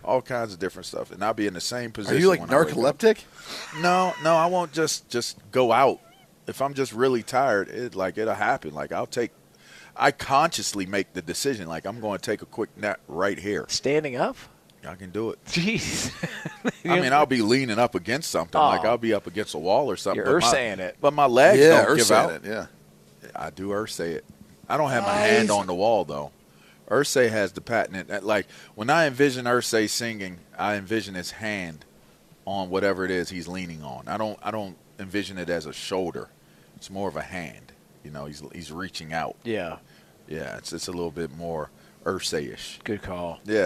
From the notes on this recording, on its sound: comes to you LIVE from The Breeder's Cup